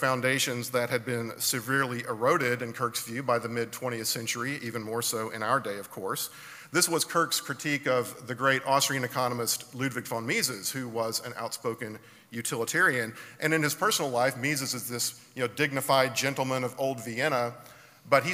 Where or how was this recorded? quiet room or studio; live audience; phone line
live audience